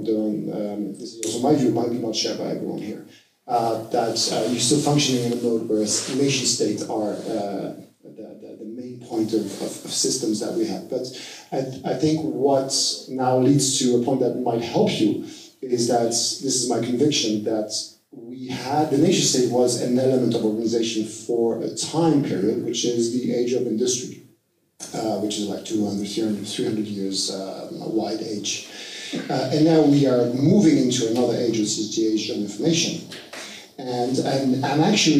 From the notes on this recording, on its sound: take questions live at the 2024 Pirate Security Conference in Munich